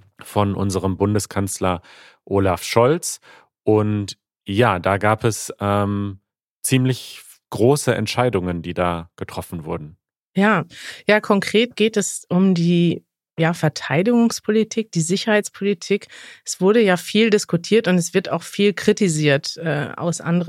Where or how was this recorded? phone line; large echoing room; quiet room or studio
quiet room or studio